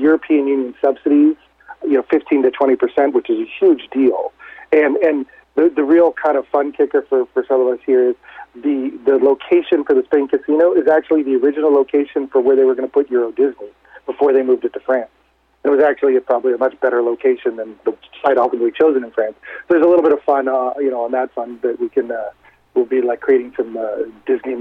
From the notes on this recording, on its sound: called in to SmallCapVoice.